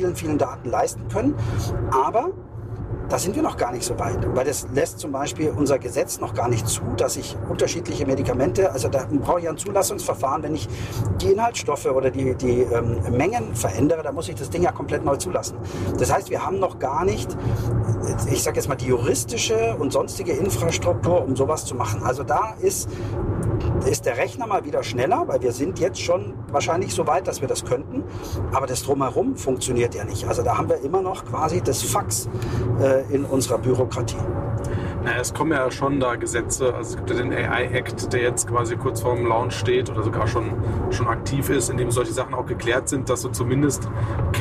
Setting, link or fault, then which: setting, inside a vehicle